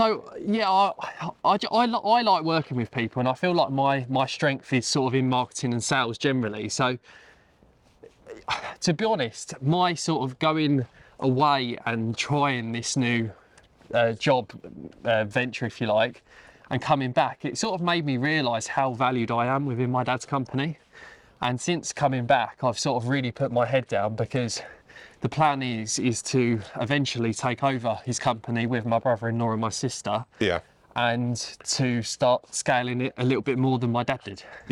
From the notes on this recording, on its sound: Recorded at Mote Park, Maidstone, Kent